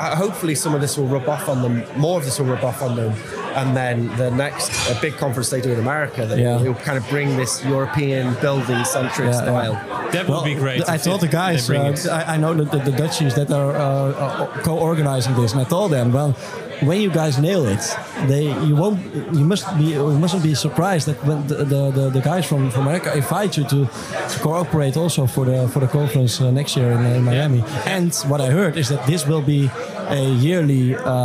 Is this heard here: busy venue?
yes